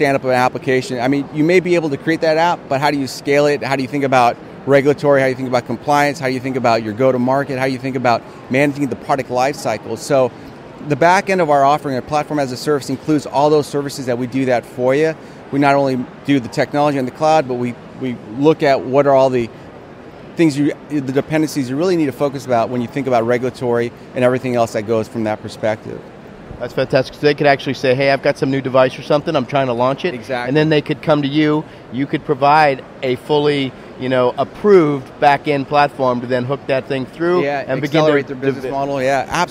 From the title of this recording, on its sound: LIVE from #HiMSS17